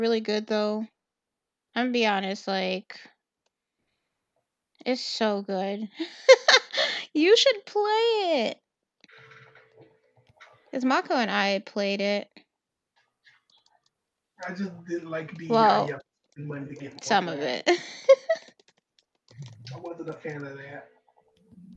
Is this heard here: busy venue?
no